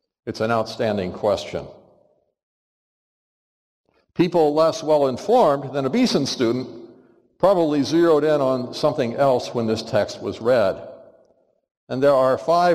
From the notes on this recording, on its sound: Which he preached in Hodges Chapel in spring 2022. For our annual Biblical Studies Lectures.